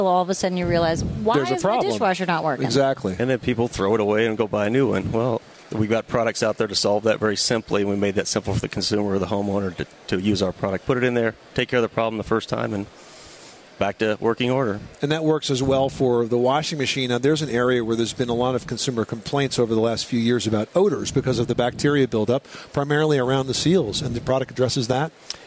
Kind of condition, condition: setting, busy venue